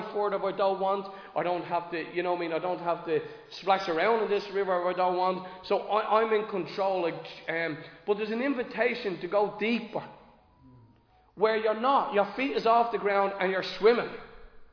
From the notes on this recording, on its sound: Recorded live in Liberty Church on 18 June 2023.